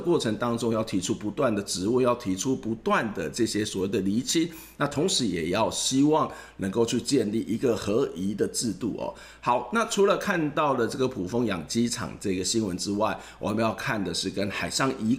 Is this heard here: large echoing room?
no